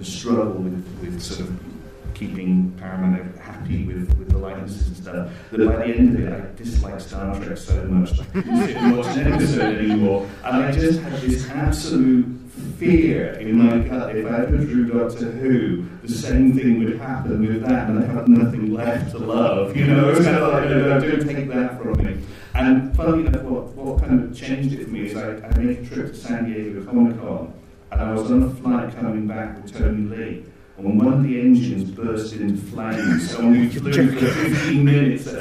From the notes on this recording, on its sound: In a panel discussion recorded at SCI-FI-LONDON.